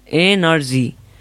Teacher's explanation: It is pronounced as energy and its first syllable is stressed.